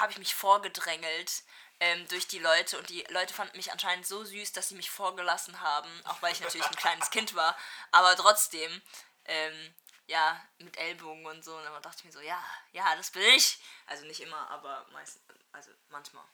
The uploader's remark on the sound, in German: PS: Kopfhörer benutzen, die Audio ist leider etwas leise.